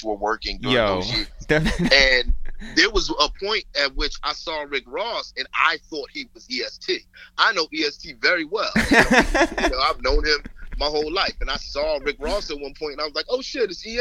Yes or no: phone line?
yes